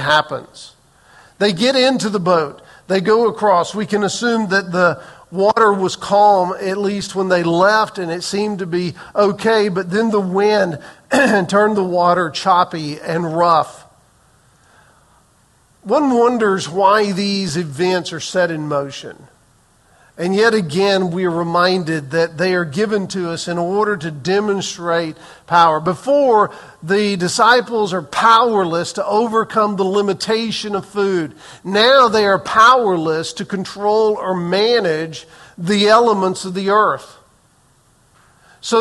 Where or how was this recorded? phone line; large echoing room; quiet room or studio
large echoing room